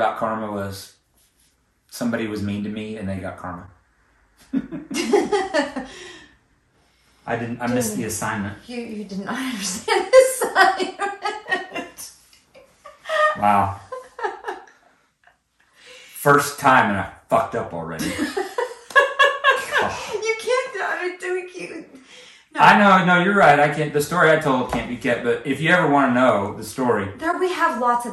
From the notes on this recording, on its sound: We're sharing a mic so it's kinda rough.